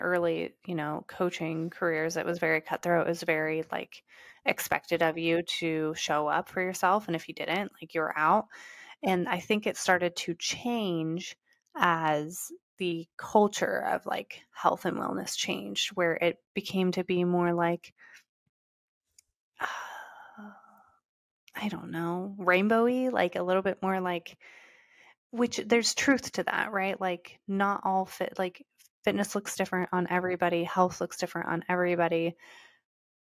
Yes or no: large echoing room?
no